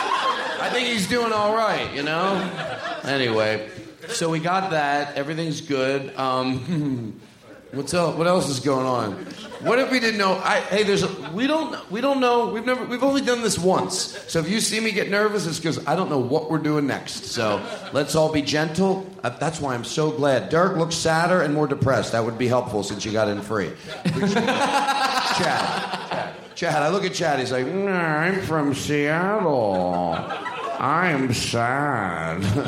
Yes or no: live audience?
yes